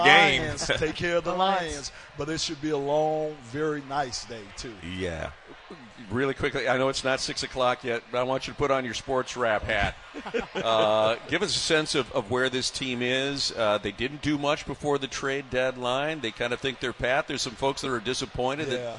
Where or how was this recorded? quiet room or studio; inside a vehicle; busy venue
busy venue